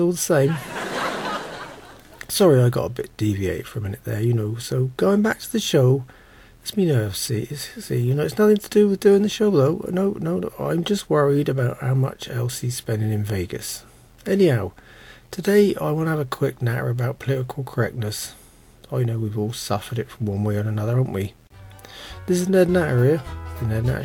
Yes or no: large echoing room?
no